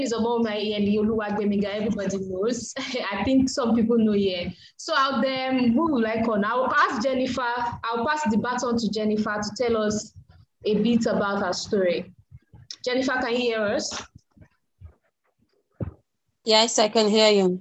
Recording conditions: video call